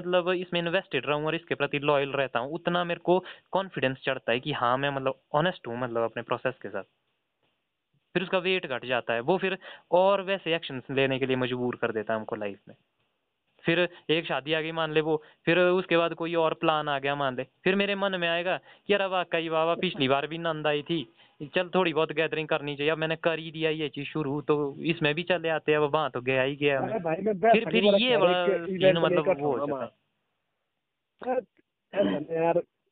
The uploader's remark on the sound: A phone talk